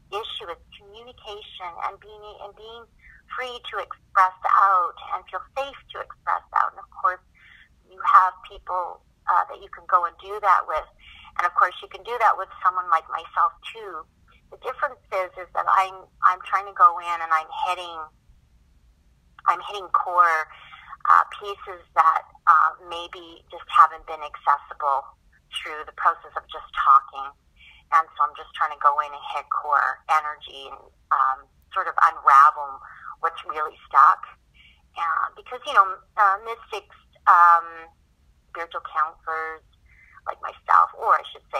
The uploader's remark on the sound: Our conversation was recorded over phone, so thank you for being patient with the audio quality.